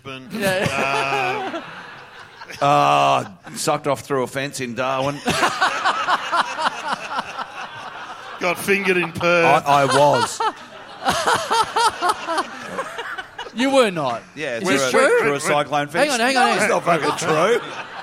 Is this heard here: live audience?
yes